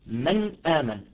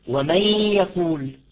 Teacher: النون ظاهرة أليس كذلك؟ أقرع النون قرعا بلساني · Shown in: first take